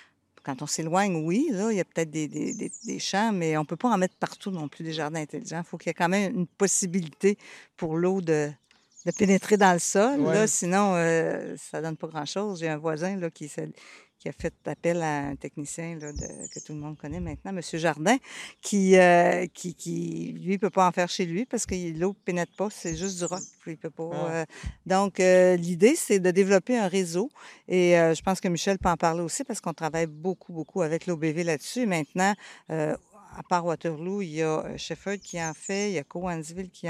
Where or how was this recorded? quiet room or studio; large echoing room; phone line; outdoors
outdoors